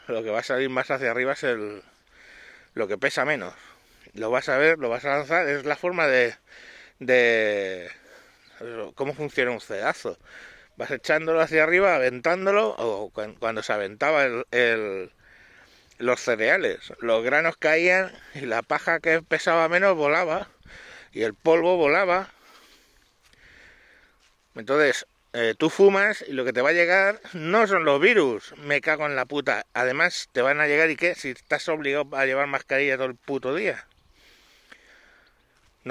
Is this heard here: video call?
no